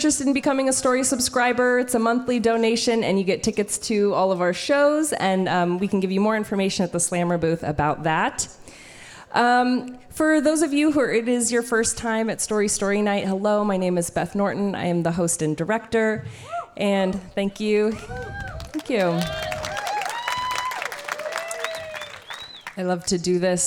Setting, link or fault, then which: setting, live audience